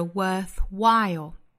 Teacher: 它的发音呢应该是双元音 i 后面跟舌侧音 I'll 要注意是双元音 I 的口型后面再带出舌侧音来